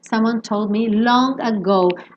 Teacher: E aqui no caso, naturalmente, a gente tem depois do told um me, que fecha lábio, lábio com lábio. Então, aí mesmo que esse D não vai aparecer, porque do told me eu já tava fechando a boca pro me, e aí o D sumiu.